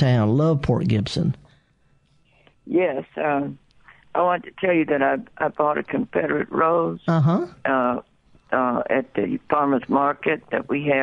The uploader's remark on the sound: answers your live calls